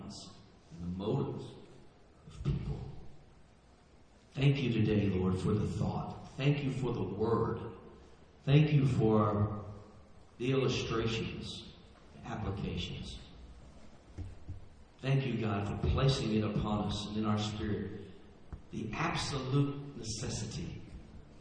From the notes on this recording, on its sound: Please forgive the poor audio quality of this recording.